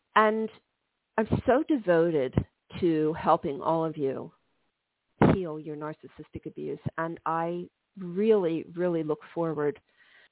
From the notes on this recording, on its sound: This is a call in show.